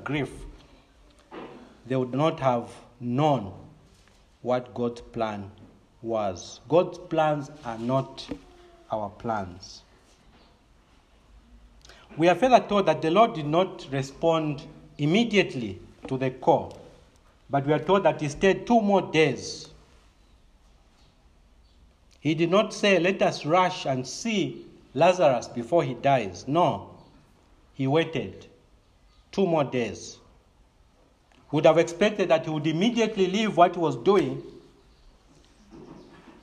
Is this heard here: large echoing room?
yes